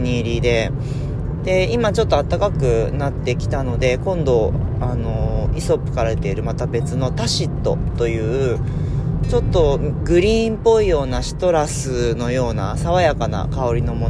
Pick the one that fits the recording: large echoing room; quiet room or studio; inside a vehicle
inside a vehicle